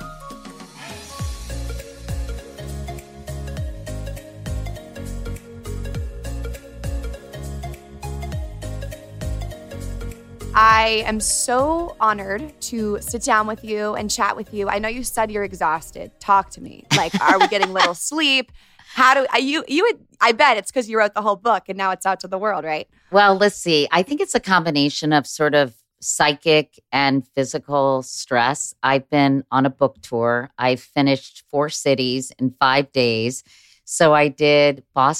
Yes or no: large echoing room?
no